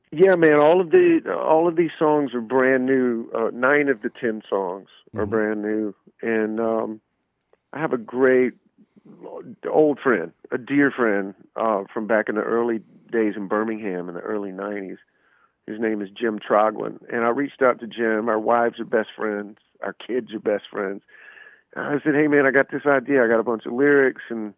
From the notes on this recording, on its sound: to call in and give an exclusive interview!